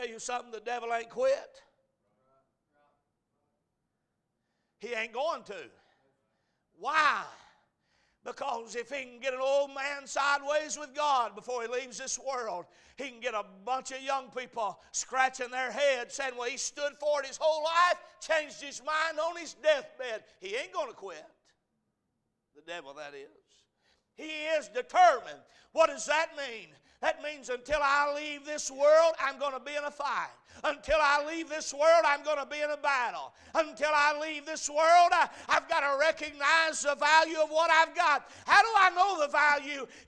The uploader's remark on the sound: A message preached at Crossroads Baptist Church